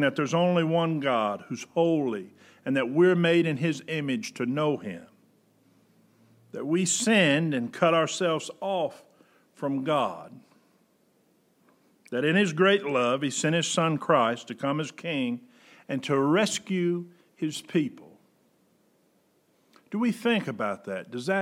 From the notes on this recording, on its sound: Preached August 16, 2020 at General Baptist Church God's House of Prayer in Fairborn, Ohio